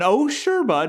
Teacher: Almost like a Canadian where they go kind of up. Rising intonation.